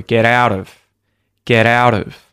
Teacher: And you'll notice that it happens when I just say get, but the moment I say get out, I no longer do it at the end of get, but I still do it at the end of out because there's no word after it. So, what's happening to the T at the end of get when I say get out, it's turning into a T flap. And then this happens again for the word out as soon as I put the word of after out, get out of.